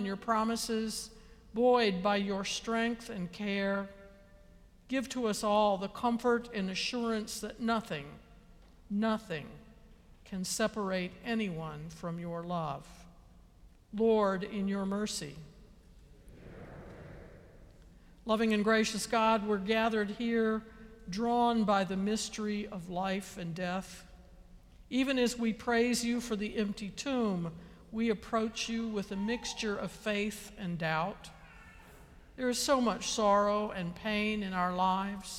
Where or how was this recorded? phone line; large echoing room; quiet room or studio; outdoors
large echoing room